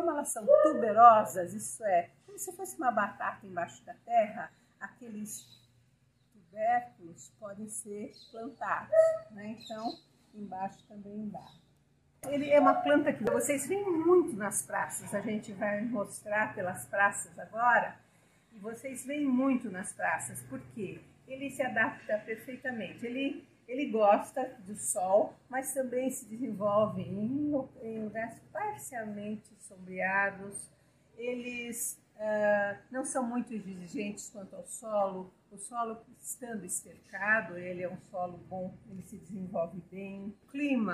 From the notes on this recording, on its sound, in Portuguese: ESTE ÁUDIO FOI GRAVADO AO AR LIVRE, POR ISSO RUÍDOS VÃO SURGIR NA GRAVAÇÃO.